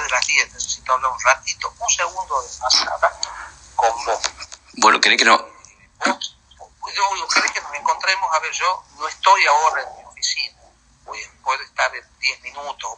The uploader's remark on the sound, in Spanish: La llamada. Accedió en forma exclusiva a los audios de la supuesta conversación.